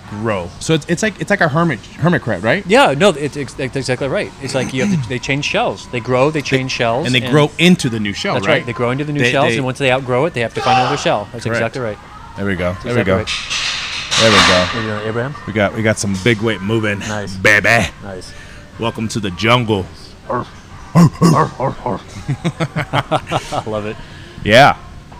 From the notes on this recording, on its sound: LIVE & UNCUT! Recording directly in Smash Iron Fitness LIVE.